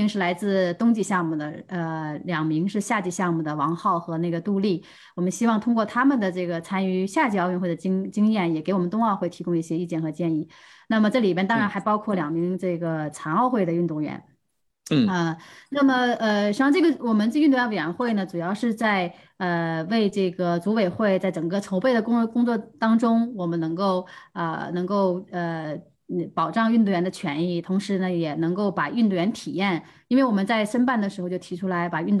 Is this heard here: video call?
yes